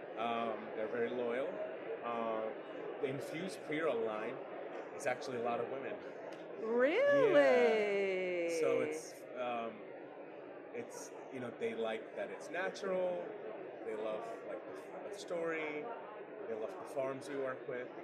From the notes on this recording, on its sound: Today we record the podcast from the floor of the MJ Unpacked show in NYC